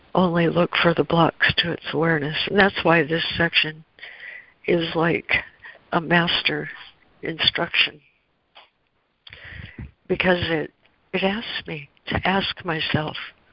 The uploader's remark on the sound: ACIM Daily Conference Call